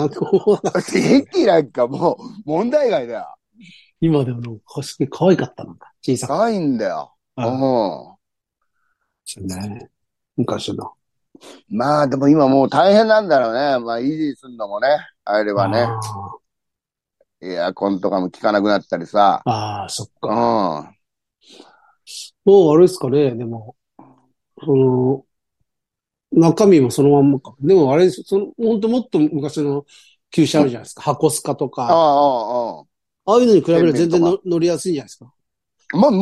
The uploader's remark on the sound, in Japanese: ZOOMで収録